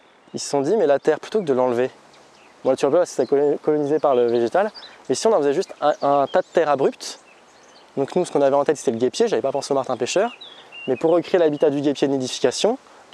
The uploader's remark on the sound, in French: Balade à la Ferme du Grand Laval